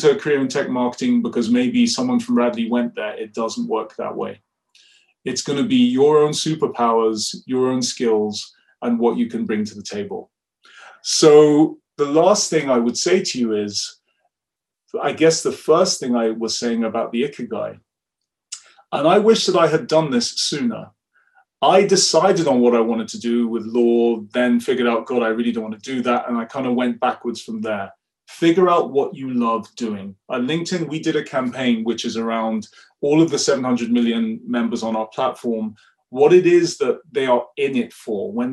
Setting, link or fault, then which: link, video call